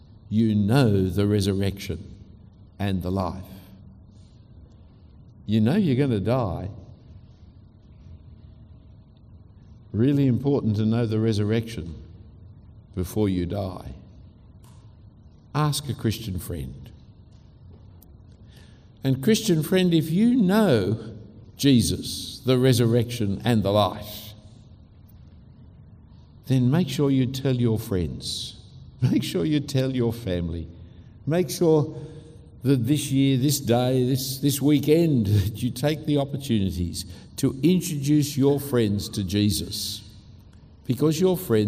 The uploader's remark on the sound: A talk given at Adam Road Presbyterian Church in Singapore